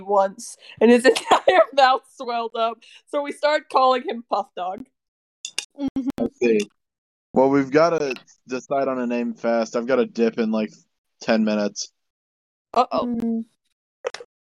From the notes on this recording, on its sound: Sorry that the audio quality is so bad.